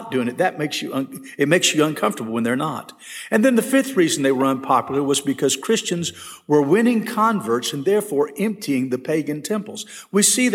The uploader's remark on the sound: This session was recorded at First Baptist Church Hendersonville, NC on January 12, 2022.